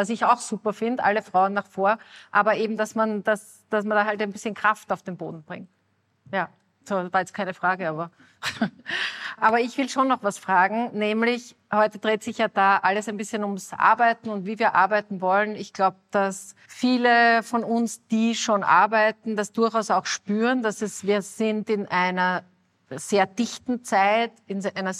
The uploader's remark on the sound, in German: September in Graz habe ich sie in dieser Live-Podcastfolge. Beim "female future meet up" am 28. September in Graz habe ich sie in dieser Live-Podcastfolge gefragt.